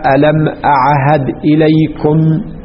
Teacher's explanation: الهمزة مخرجها غير مخرج العين، والعين مخرجها غير مخرج الهاء، والهاء مخرجها غير مخرج الدال، تقاربت مخارجها وليست مخرجا واحدا · Term: قرب المخارج